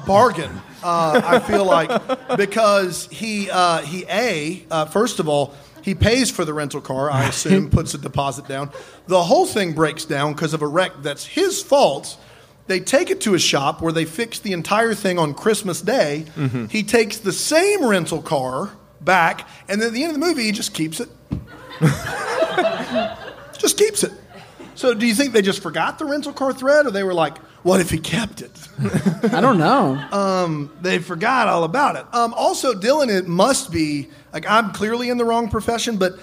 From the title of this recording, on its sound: LIVE from NYC